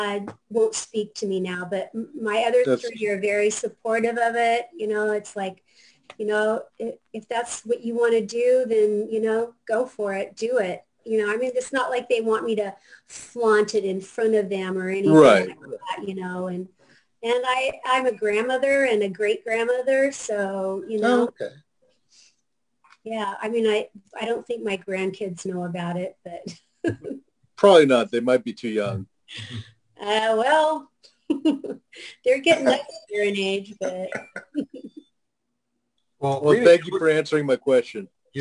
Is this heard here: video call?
yes